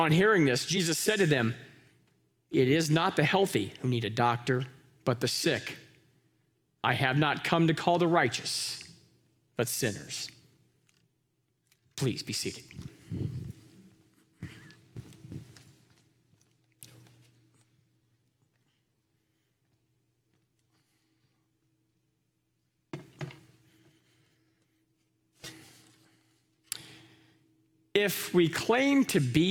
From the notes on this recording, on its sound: Live from our Celebration Ministry Center